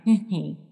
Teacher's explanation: it sounds like there's a lot of air coming out of their nose